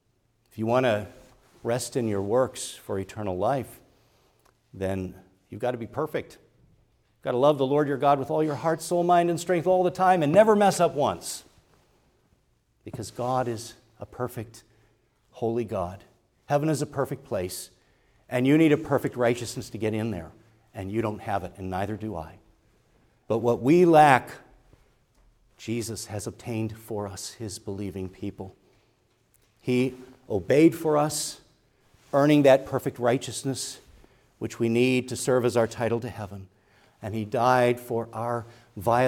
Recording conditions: large echoing room